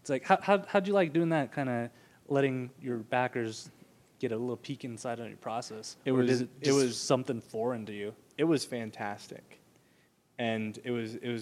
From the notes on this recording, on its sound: This a special episode recorded at Nerdtacular 2013